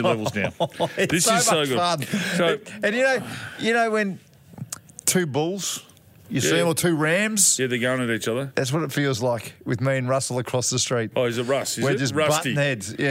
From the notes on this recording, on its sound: Today for the pod we're live from the e&s Clearance Centre in Dandenong Road Clayton